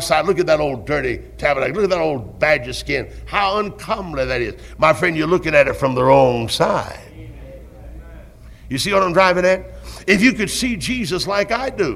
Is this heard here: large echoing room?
yes